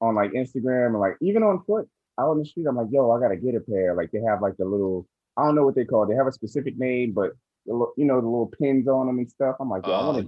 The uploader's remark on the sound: apologies for microphone quality this week